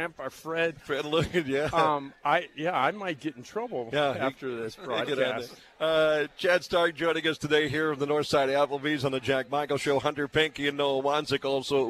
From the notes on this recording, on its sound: broadcasting live from the north Fargo Applebee's location